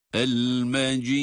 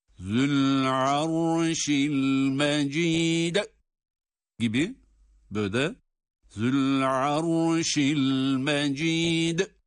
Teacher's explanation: Burada mecid kelimesinde tabii ki sondaki dal harfi ince, dururken de galgale sıfatını icra etmemiz lazım. · Shown in: first take